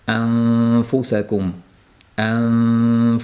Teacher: U to'g'ri qoidaga muvofiq chiqishligi uchun a'dan keyin og'zimiz, ya'ni labimiz to'g'ridan to'g'ri fga anfu. Ayni paytda dimog'imizdan ikki harakat miqdorida taxminan g'unnali tovush kelib turishligi shart.